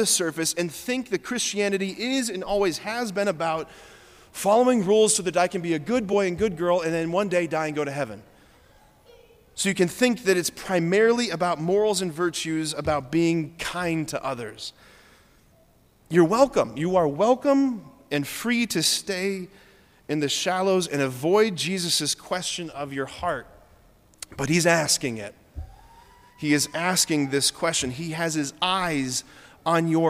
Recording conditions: large echoing room